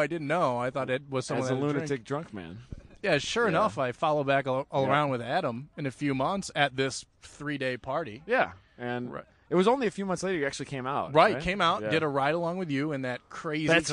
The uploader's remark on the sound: Live From Honda Meet